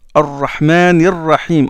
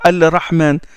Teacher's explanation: Donc le lam entre dans le ra et le ra est affecté d'une shadda puisqu'on appuie. · Shown in: first take